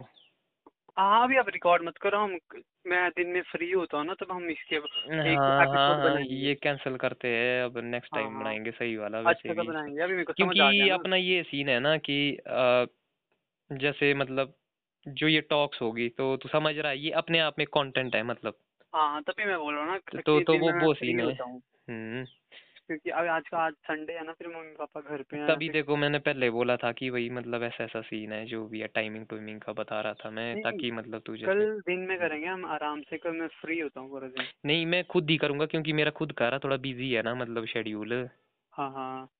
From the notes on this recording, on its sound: A phone call talk